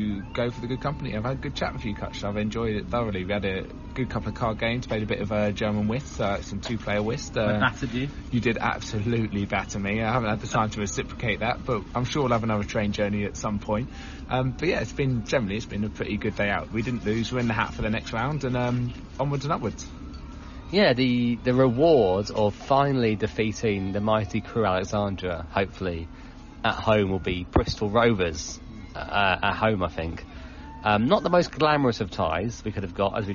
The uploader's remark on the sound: Recorded live from the away end. As Warne's Rams travel to Crewe Alexandra in the first round of the FA Cup.